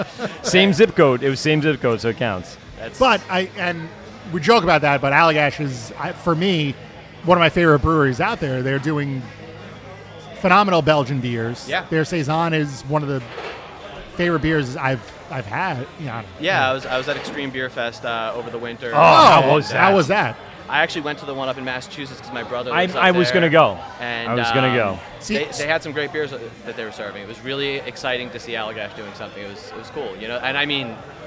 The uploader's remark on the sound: broadcasting live from Croxley's in Farmingdale for LI Craft Beer Week